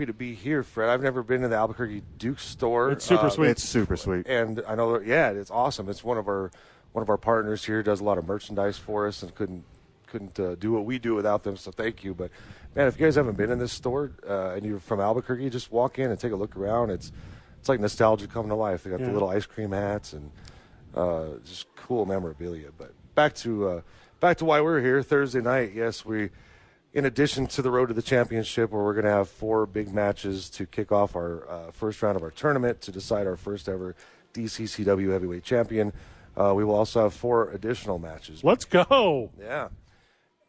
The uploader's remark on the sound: live from The Duke Store with friends of the show